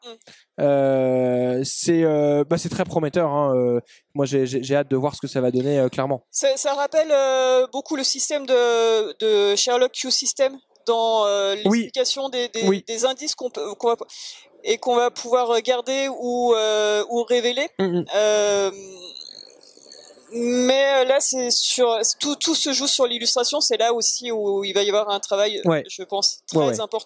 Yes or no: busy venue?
yes